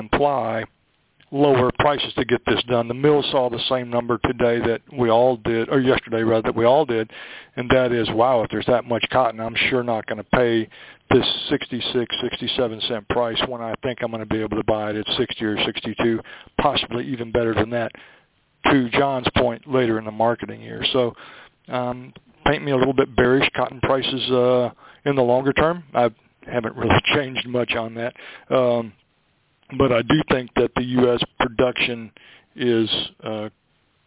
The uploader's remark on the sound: Monthly Conference Call On Cotton.